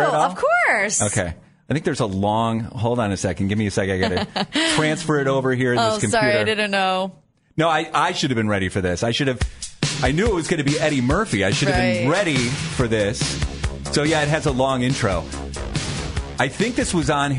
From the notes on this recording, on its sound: called in to the show this morning